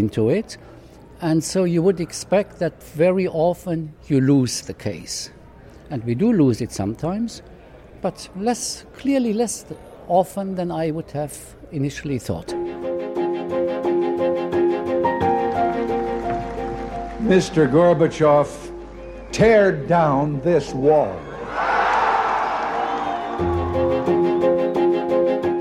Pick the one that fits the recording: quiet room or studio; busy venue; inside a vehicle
busy venue